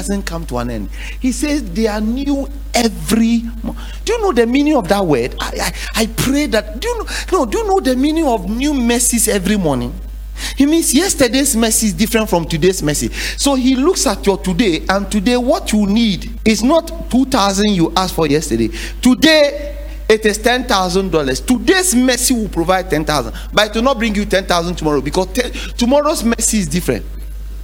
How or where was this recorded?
large echoing room